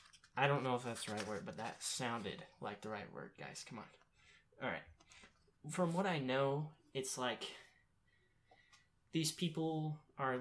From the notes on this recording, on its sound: Audio is a bit quiet in this trailer episode.